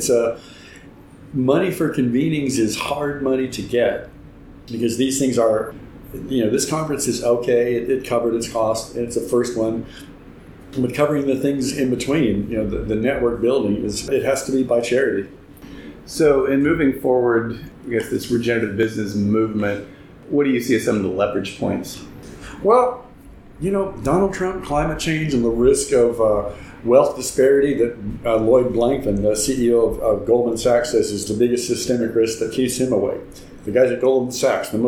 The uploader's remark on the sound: Recorded at the ReGen18 conference in May 2018. In this short interview. Sits down for an in-person interview. Recorded at the ReGen18 conference in May 2018.